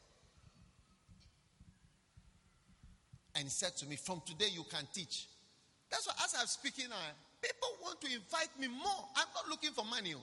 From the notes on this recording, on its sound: Preached at a Healing Jesus Campaign Pastors' conference in Tepa, Ghana